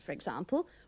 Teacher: remember to pronounce for with the schwa